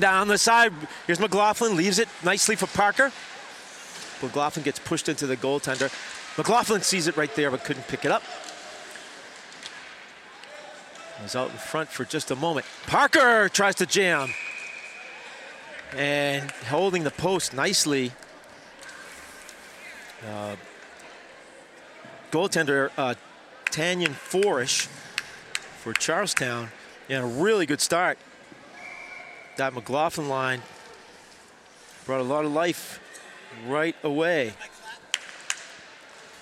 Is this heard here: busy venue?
yes